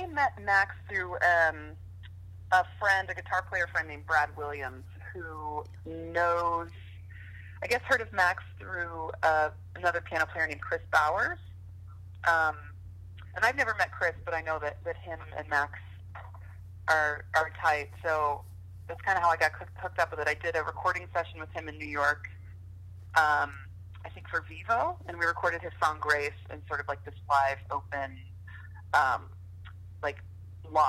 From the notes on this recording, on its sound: Interview via phone